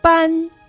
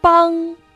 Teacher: 发前鼻音的时候呢，上下门齿是相对的，口型是较闭拢的。而发我们的后鼻音的时候呢，上下门齿呀，要离得远一点儿，口型呢，相对较开。